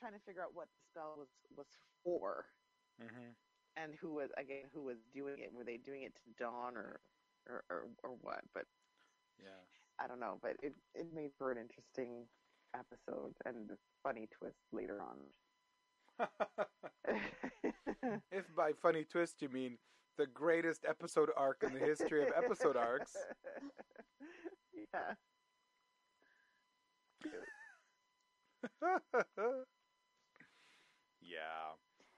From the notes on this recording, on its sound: Audio issues!